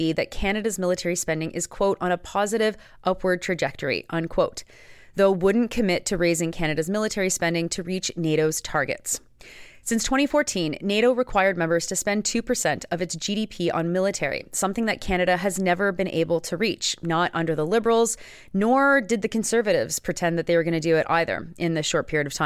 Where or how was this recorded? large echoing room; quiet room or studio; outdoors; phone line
quiet room or studio